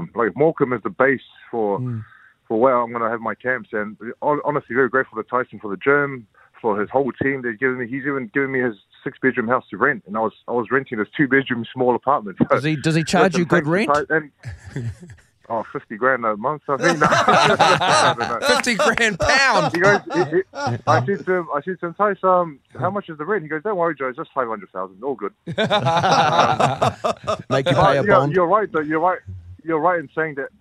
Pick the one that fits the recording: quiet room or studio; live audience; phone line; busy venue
phone line